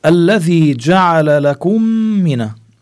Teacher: عنا ميم ساكنة وبعدين ميم متحركة، عنا هذا الحكم اسمه الإدغام الشفوي